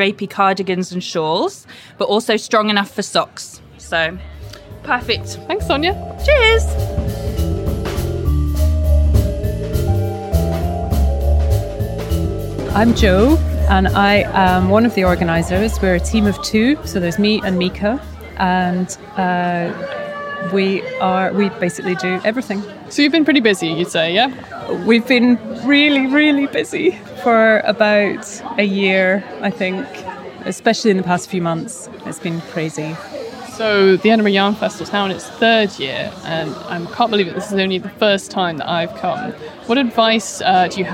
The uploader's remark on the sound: mini interviews recorded at Edinburgh Yarn Festival